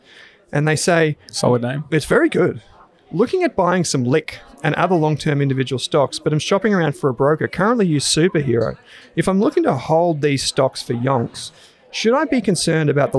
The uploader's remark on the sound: LIVE from the Australian Shareholders Assocation (ASA)